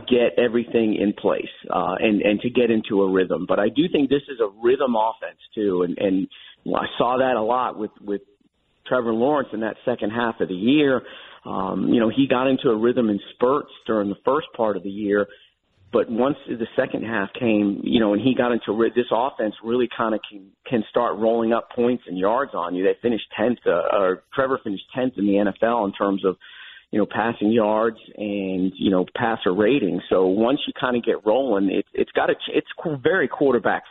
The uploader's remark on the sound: calls in to the show